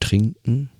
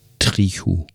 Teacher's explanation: das N vor dem K verschwindet. Dafür wird aber der vorangegangene Vokal gedehnt oder diphthongiert. · Shown in: second take · Das heißt also konkret aus hochdeutschem Trinken wird Trichu beispielsweise. · tritt nach Vokalen an die Stelle des hochdeutschen NK das CH und das N vor dem K verschwindet. Dafür wird aber der vorangegangene Vokal gedehnt oder diphthongiert.